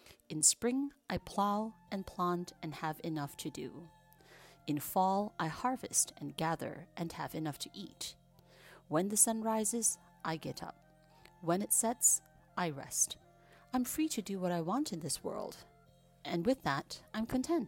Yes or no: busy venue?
no